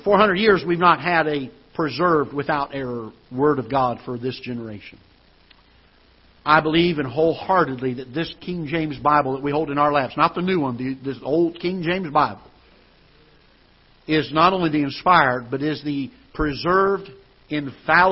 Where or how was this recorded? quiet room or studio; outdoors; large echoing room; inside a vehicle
large echoing room